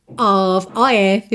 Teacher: Vai ter som de OV, tá? Nem o O tem som de O, nem o F tem som de F.